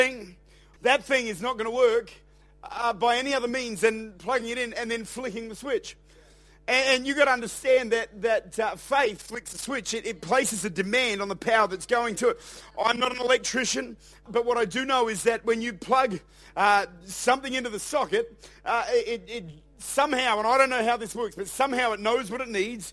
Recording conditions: large echoing room